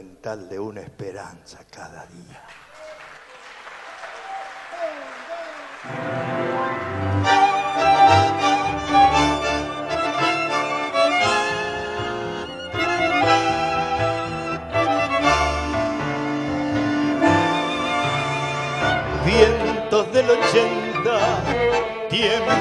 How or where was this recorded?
busy venue